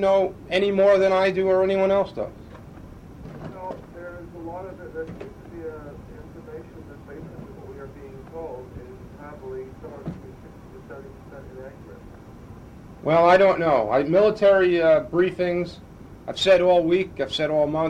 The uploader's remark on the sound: technical difficulties with show, and tape